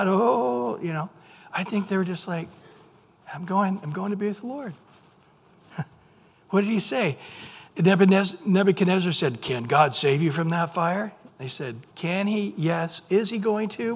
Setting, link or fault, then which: setting, large echoing room